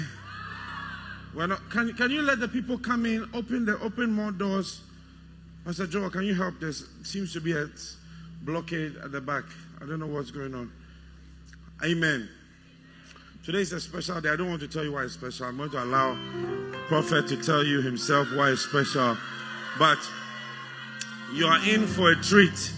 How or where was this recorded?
live audience